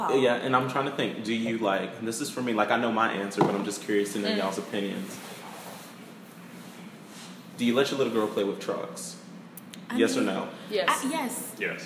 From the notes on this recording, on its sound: apologize for the background noise